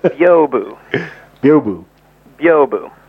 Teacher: It's basically two syllables, where the first syllable is kind of one and a half syllables.